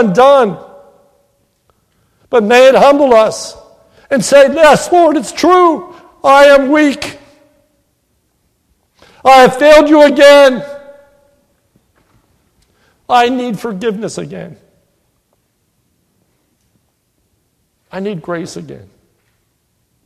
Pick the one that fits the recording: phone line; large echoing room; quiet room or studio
large echoing room